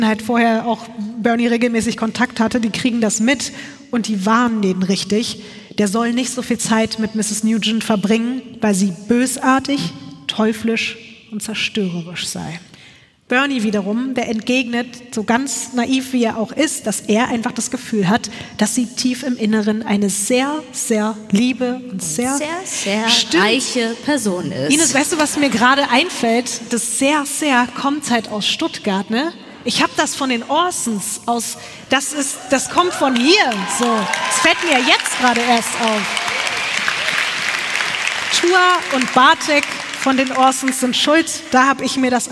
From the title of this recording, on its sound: LIVE in Stuttgart